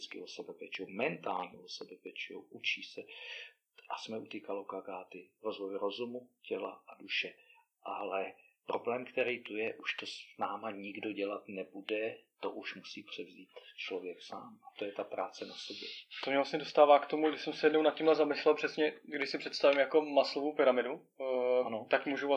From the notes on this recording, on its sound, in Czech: A to i přes to, že kvalita zvuku celkem pokulhává.